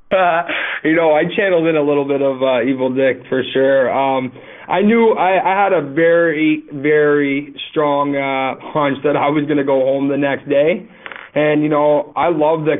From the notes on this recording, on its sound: This is our phone interview